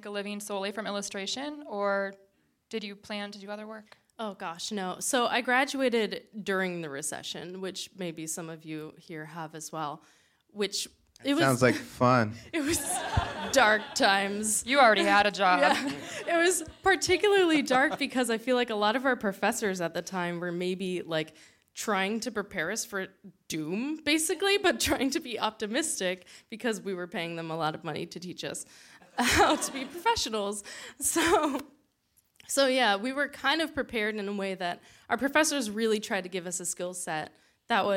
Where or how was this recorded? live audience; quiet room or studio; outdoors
live audience